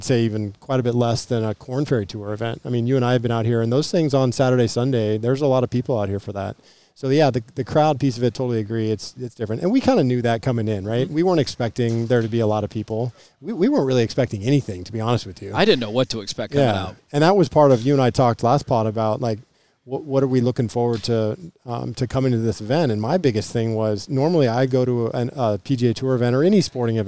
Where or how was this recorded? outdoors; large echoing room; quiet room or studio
outdoors